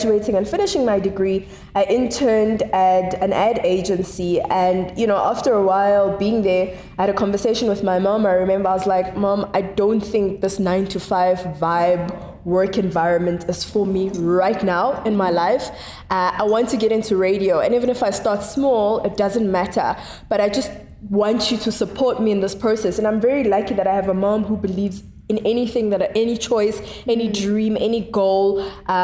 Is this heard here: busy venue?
yes